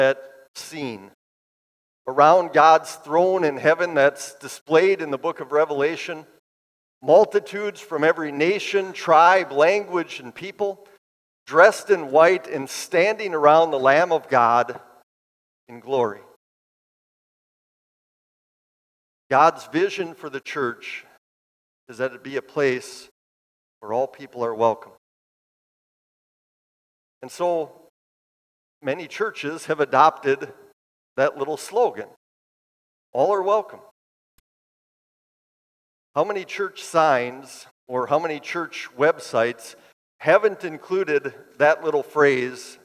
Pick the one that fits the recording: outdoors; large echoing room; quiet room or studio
large echoing room